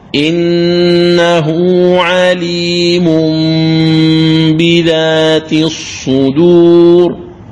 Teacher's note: إذن فالميم، الميم تقرأ مضمومة، ثم نون التنوين نقلبها ميما أيضا، وهذه الميم تكون خالصة ولكنها مخفاة بغنة · Term: القلب